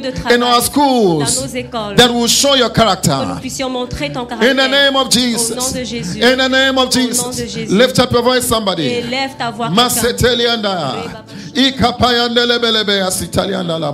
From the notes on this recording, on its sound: Preached during Joyful Hour Sunday Service